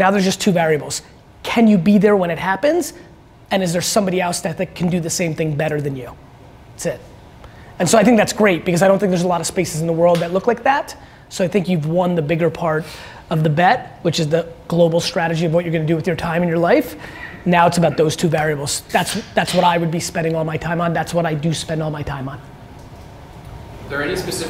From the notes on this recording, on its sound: A Keynote and Q&A. They keynote in Seattle exemplifies exactly why I'm so forward towards the world of audio and the direction that it's headed in. I loved answering questions for this Techstars group.